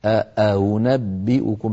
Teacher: همزة بين الهمزة المحققة والواو · Term: همزة مسهلة